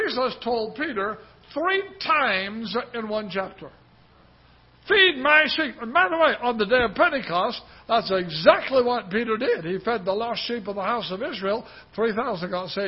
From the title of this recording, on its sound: Ketha Heights Baptist Church ~ Live Broadcast